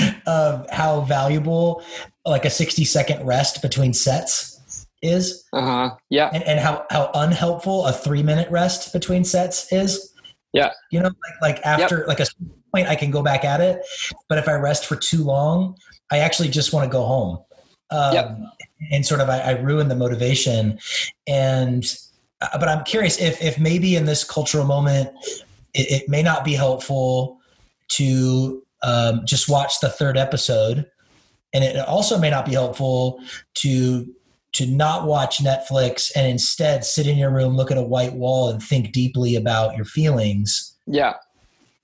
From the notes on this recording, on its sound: Apologies for some internet latency issues and poor recording quality